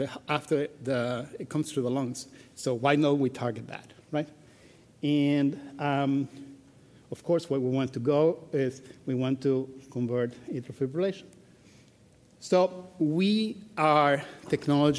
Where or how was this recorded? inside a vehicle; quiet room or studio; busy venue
busy venue